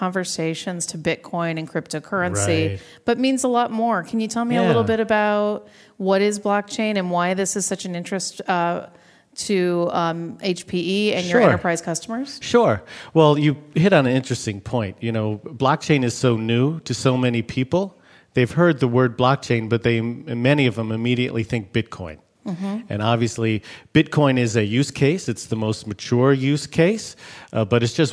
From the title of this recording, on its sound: Intel Chip Chat Live - HPE Discover - 2017